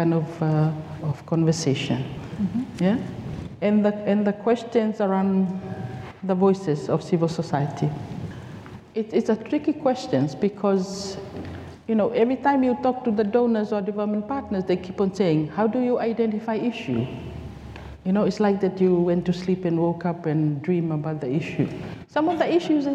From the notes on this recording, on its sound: This episode was recorded live on Day 2 of CID Conference 2023, on 21 September at Pipitea Marae Wellington.